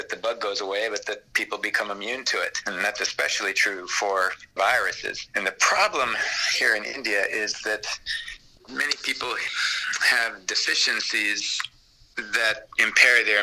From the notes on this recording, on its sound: I’m using the high tech method of recording this phone call on my handheld zoom recorder as you speak on What’s App from India.